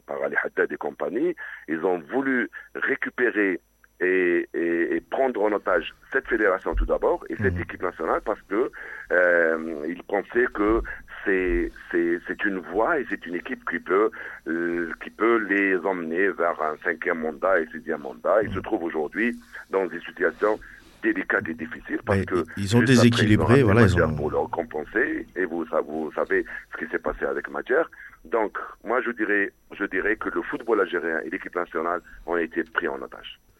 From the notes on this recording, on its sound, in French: Nos invités par téléphone.